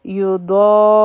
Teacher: د ضاد نه پس مد دی او په را باندې شد دی او را به غټه وایو